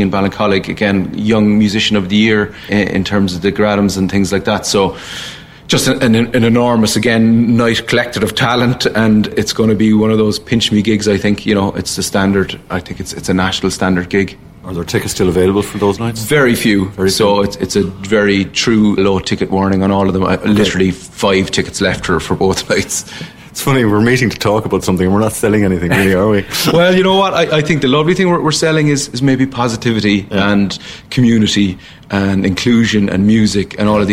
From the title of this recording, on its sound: WINTER MUSIC FESTIVAL at the White Horse Ballincollig